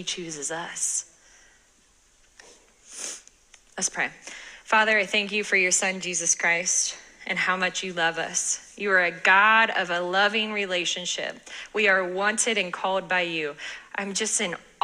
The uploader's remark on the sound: sermon from this past Sunday at our church